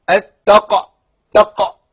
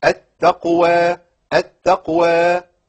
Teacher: دي قاف ساكنه متوسطه الكلمه، يعني ادنى مراتب القلقله · Shown in: second take · والقاف المشدده الموقوف عليها في اعلى مراتب القلقله.